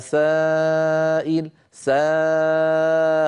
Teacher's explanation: الألف هذه من حيث التفخيم والترقيق تتبع ما قبلها · Term: تتبع الألف ما قبلها